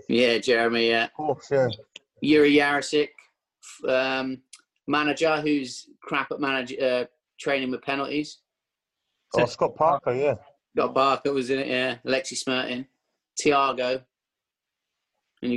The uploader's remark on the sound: back on zoom this week